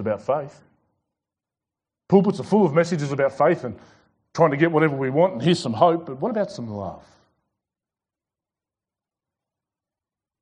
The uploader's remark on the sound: This sermon was preached at The Rock Christian Church on Sunday 21st February 2021.